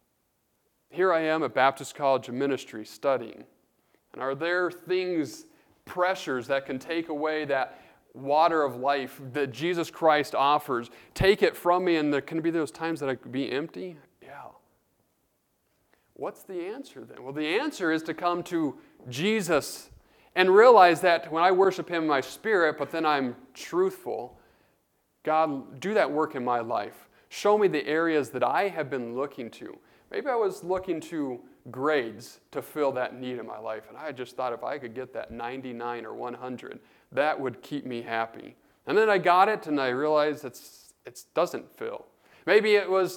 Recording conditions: large echoing room